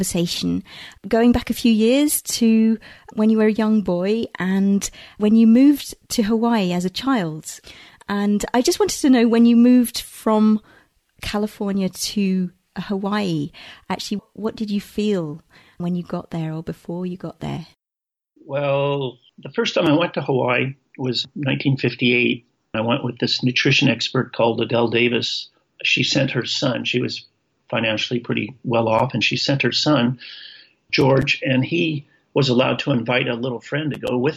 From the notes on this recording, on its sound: From his home in Hawaii. Greeted me over Skype.